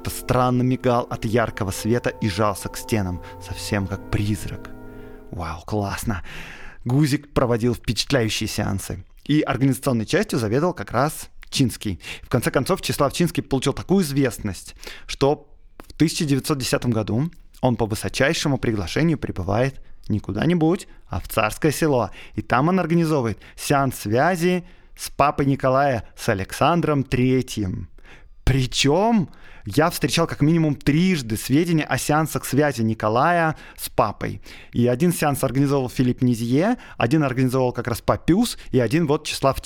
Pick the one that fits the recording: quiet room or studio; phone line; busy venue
quiet room or studio